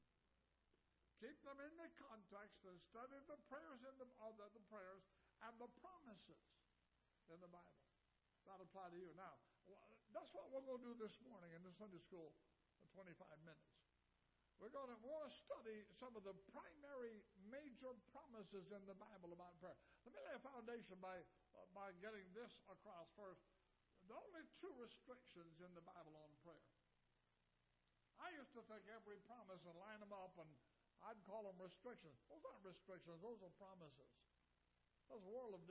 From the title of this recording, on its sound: Ketha Heights Baptist Church ~ Live Broadcast